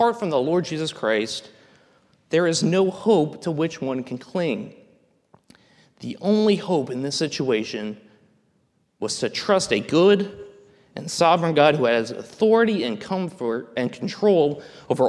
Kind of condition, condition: setting, large echoing room